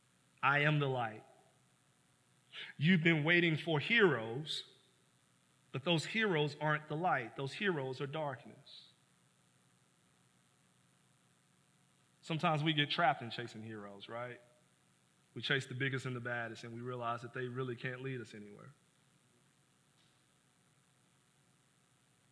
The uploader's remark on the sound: This is the full collection of sermons preached at City Light Church in Vicksburg, MS.